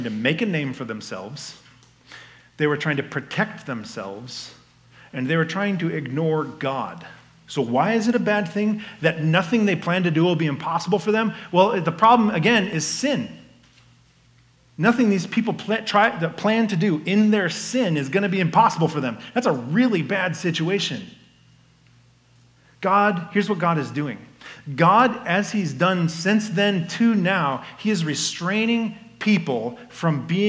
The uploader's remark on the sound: This message was given at Fall Conference 2022.